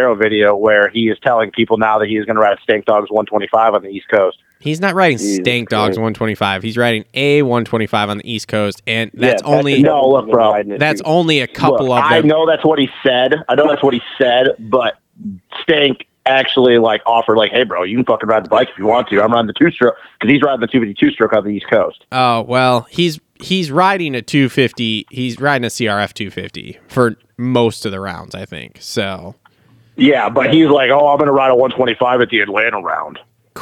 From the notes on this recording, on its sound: get on the phone to talk